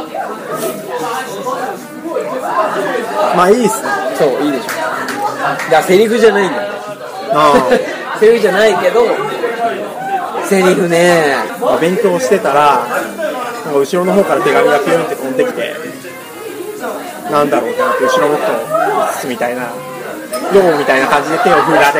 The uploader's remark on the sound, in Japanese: 夜の飲み屋でその会話は始まりました。ちなみに居酒屋収録なので、色々と雑音が混じってます。